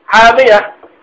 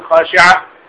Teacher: لأن تاء التأنيث تنقلب في الوقف إلى ها